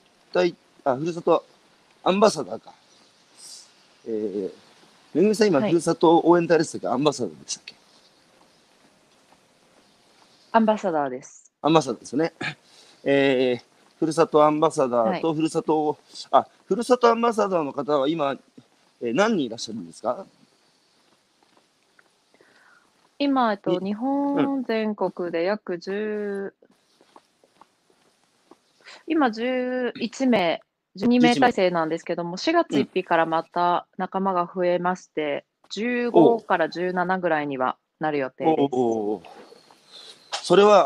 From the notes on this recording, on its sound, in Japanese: 歩きながら1時間、対談する